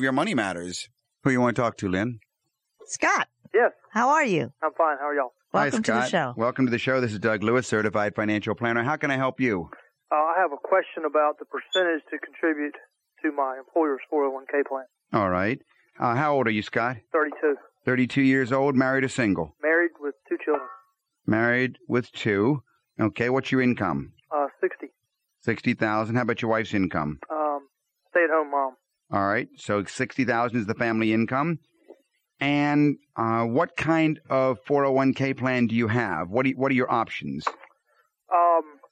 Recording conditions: phone line